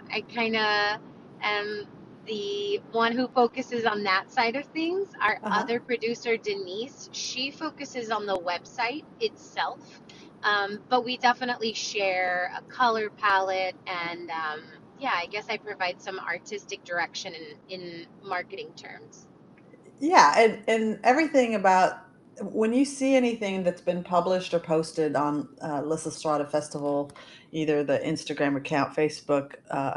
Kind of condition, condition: fault, wind noise